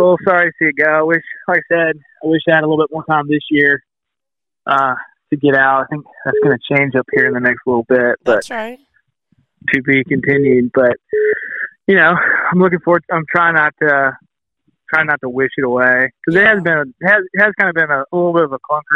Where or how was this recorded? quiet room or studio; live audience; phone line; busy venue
phone line